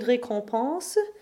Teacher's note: the first en digraph here is the a nasal that we expect an en to make. So it's important to notice that the final syllable here is just a schwa and not another a nasal.